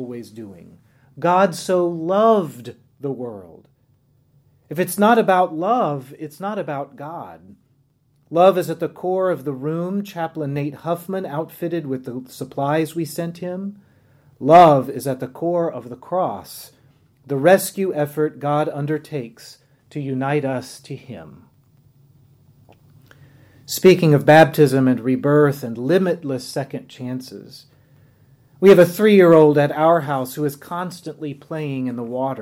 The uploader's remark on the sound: on the Second Sunday in Lent at Epiphany Lutheran Church in Richmond, VA.